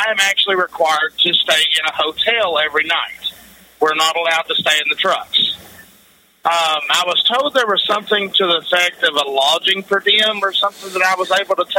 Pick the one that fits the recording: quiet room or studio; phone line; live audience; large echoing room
phone line